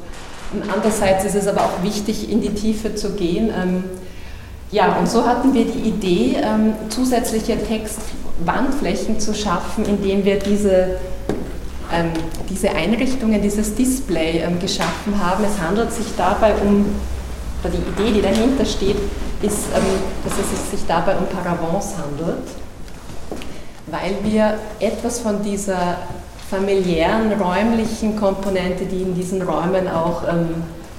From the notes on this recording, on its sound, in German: Zu hören ist der Mitschnitt einer Führung